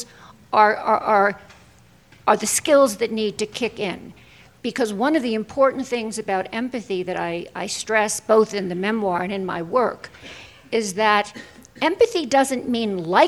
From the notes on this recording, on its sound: on stage at the 2021 festival